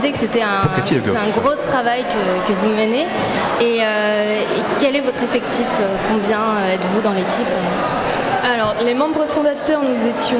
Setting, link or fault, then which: setting, busy venue